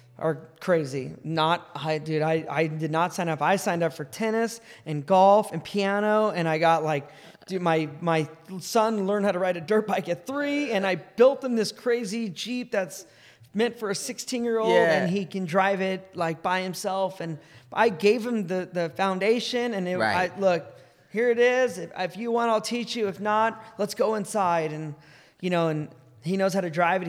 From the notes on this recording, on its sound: Recorded live: San Clemente CA